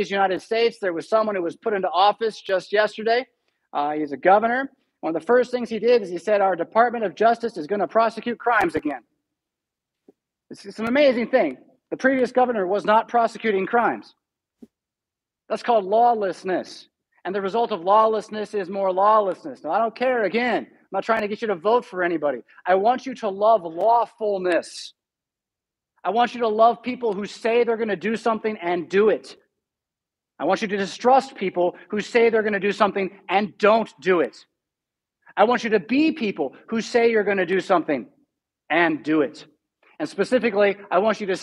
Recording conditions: large echoing room